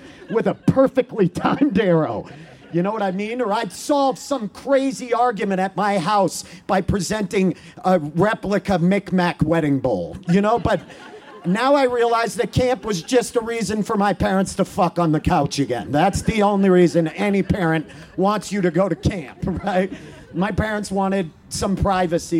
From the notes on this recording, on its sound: In front of outdoor audience, in the parking lot of Buntport Theater. In front of outdoor audience, in the parking lot of Buntport Theater.